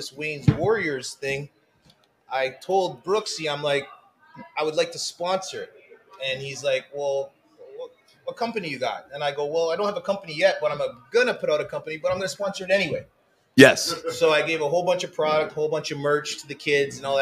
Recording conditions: busy venue